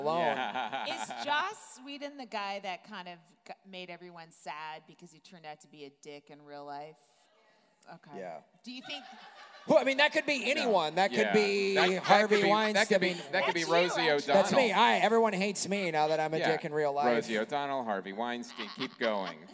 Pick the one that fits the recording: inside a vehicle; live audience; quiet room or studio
live audience